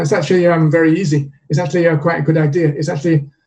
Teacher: it can be heavily reduced to things like achi or in the flow of speech